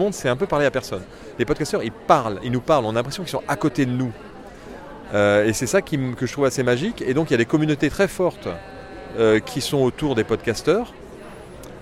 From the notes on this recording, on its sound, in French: Micro-trott. Pendant le Paris Podcast Festival 2022, j'ai tendu mon micro en bas de la Gaité Lyrique.